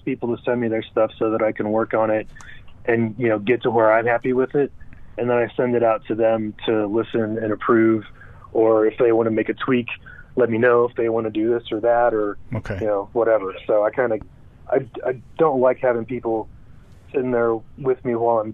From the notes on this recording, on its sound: our in-the-field Jewish correspondent on the phone